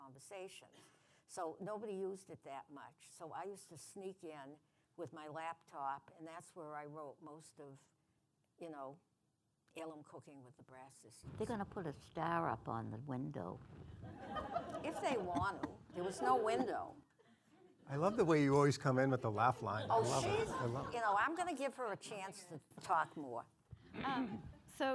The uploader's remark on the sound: Our first podcast before a live audience.